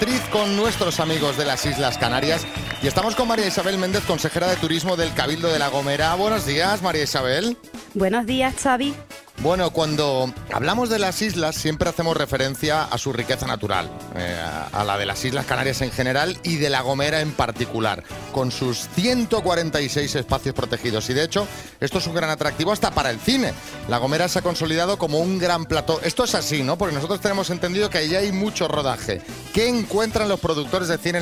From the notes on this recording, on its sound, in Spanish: Nos hemos ido al centro de Madrid para hacer el programa en directo en compañía de nuestros oyentes. Nos hemos ido al centro de Madrid para hacer el programa en directo en compañía de nuestros oyentes.